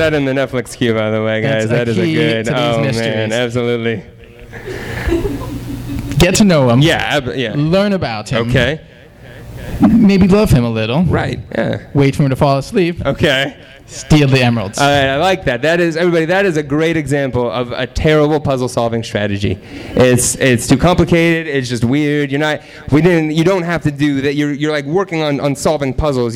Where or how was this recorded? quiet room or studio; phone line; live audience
live audience